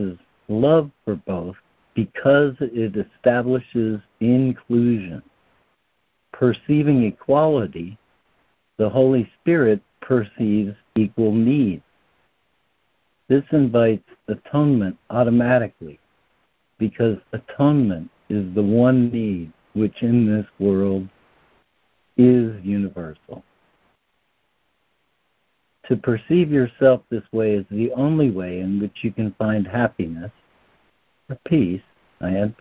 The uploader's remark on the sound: ACIM Daily Conference Call